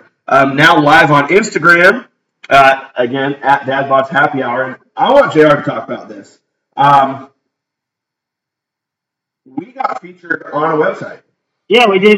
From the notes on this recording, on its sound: This episode was recorded right from our live stream where we had some sound issues.